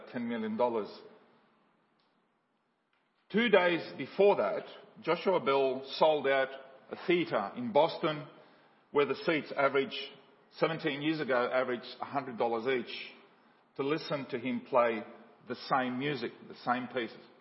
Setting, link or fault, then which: setting, large echoing room